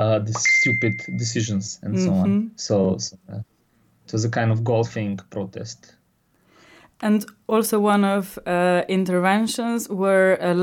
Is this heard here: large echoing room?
no